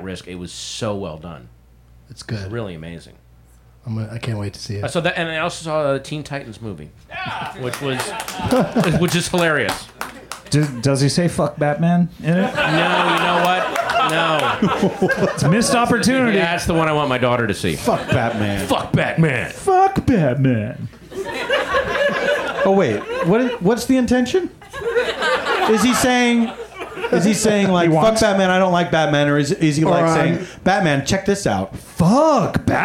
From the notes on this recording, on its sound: Back home at the UCB Franklin